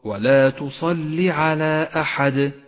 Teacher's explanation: احذر من إشباع حركة اللام وهي الكسرة في كلمة ولا تصلي احذر من إشباعها فتصير ياء أي هكذا ولا تصلي على أحد